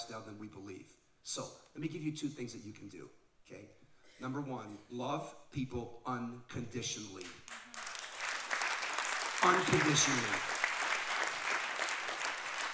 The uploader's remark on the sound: This live podcast from Oregon with a few hundred teenagers.